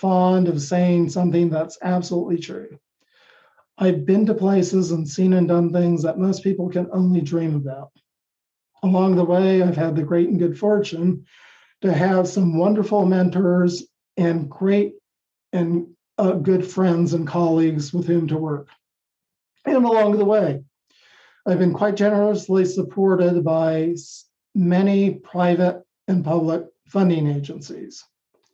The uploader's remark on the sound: The lectures are conducted via Zoom within our CICASP Seminar in Science Communication for graduate students of our program at Kyoto University.